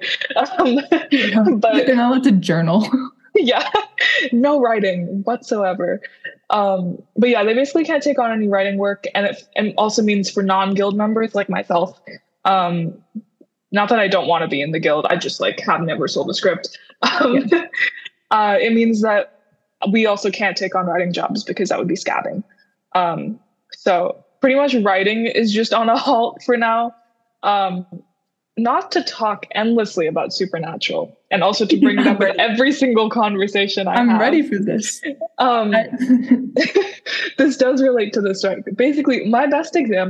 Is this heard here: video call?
yes